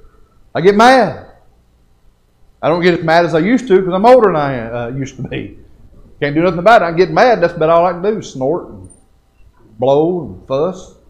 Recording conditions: large echoing room